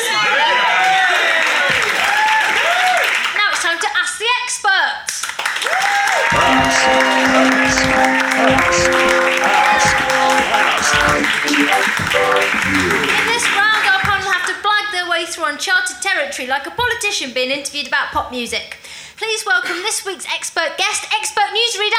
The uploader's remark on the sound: recorded at the Phoenix back in June